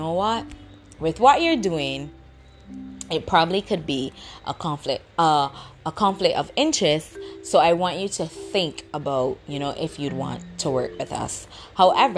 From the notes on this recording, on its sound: Excuse the background noises because I really did not want to stop the flow of things.